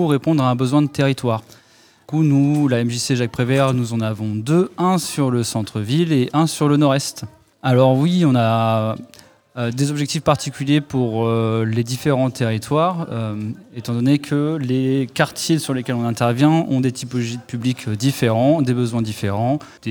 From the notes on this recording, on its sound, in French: en direct du l’évènement rétrogaming de la MJC